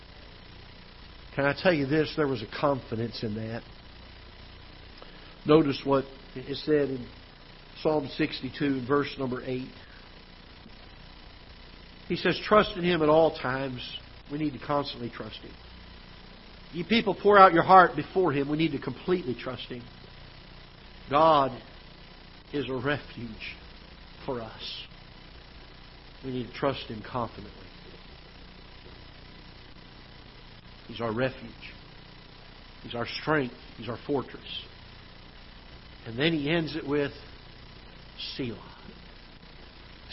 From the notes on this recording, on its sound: Ketha Heights Baptist Church ~ Live Broadcast.